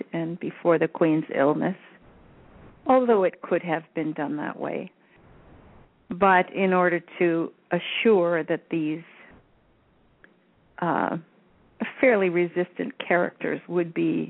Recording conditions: phone line